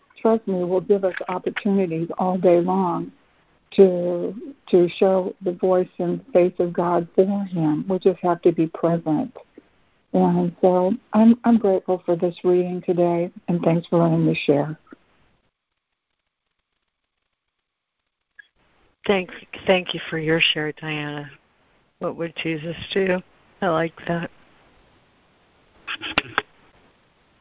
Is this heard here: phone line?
yes